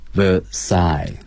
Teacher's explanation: 凡尔赛这个单词的重音是靠后的